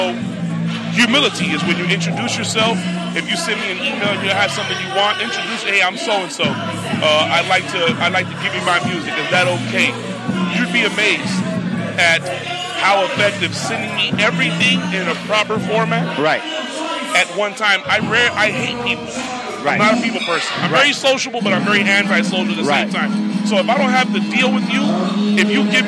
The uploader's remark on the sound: We were live at the ATL Record Pool a, semi-annual event held in Atlanta